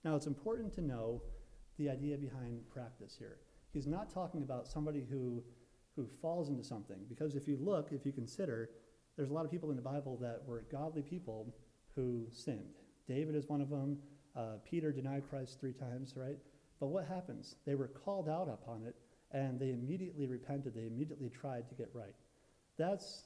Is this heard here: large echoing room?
yes